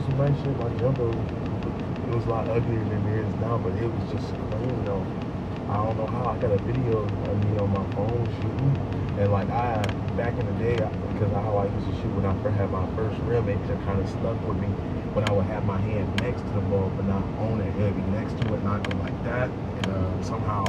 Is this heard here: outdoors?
yes